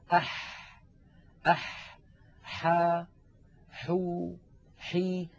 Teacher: الحاء أيضا يا إخوة من وسط الحلق